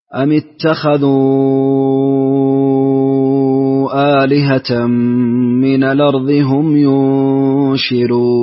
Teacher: وهناك ترقيق راء في قوله ينشرون